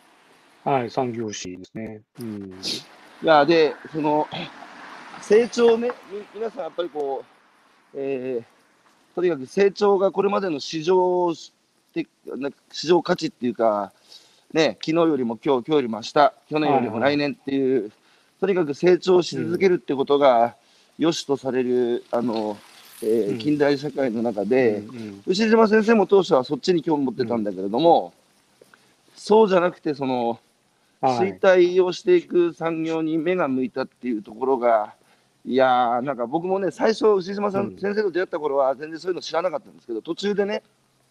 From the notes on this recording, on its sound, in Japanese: 歩きながら1時間、対談する。